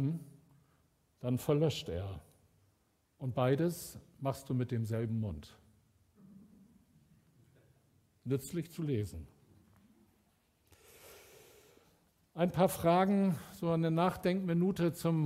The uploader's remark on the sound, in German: Aufzeichnung der Predigt des Gottesdienstes